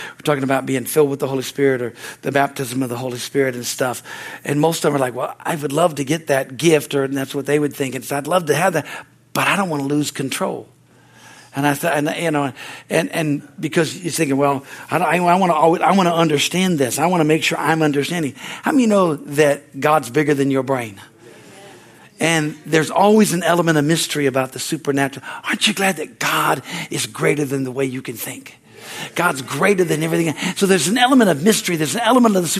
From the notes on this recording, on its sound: from the Wedensday service on August 16, 2023 at Harvest Bible Church in Stockton, CA